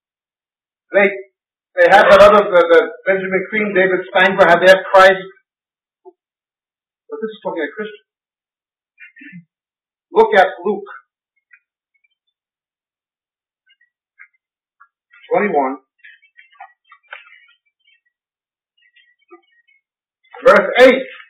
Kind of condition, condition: fault, poor sound quality